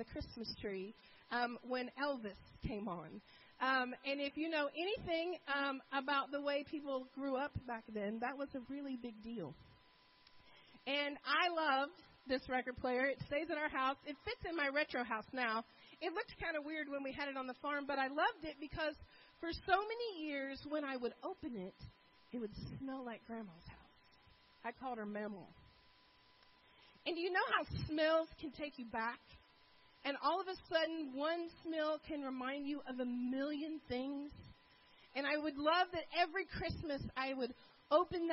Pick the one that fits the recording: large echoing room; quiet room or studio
large echoing room